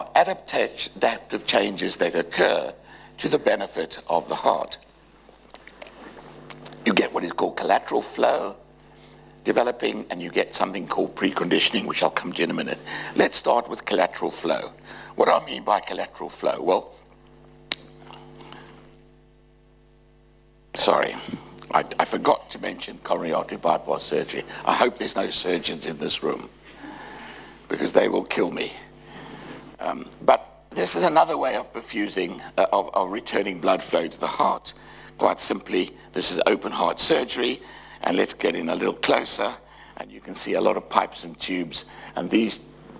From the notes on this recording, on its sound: UCL Lunch Hour Lecture